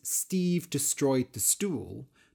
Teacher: the word destroy alliterates with the others because the second syllable, stroy, is stressed and all the other words begin with st.